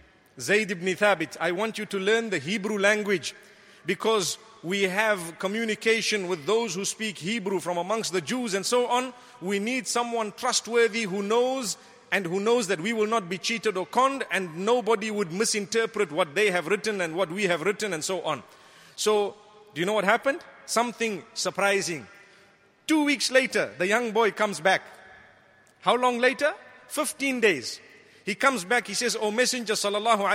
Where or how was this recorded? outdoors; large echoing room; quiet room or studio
large echoing room